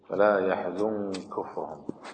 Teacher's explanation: فيقول فلا يحزن كفرهم، يدغم الكاف بالكاف، إن يسمى الإدغام الكبير عند أبي عمرو.